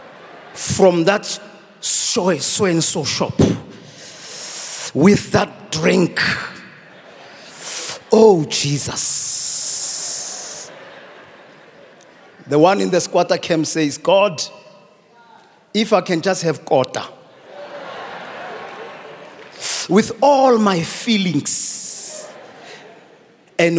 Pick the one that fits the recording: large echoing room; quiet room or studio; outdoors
large echoing room